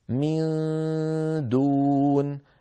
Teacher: فإذا انتهى صوت الغنة المطولة النون المخفاة يعني، عندئذ نقرع بطرف ألسنتنا مخرج الدال هكذا، من دون.